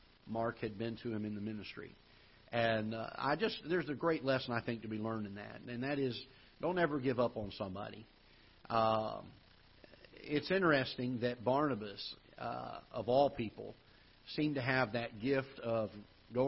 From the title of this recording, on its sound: Ketha Heights Baptist Church ~ Live Broadcast